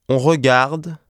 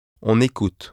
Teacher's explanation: before a verb form beginning with a vowel sound, the final consonant of on is pronounced as n, and the liaison is made · Shown in: second take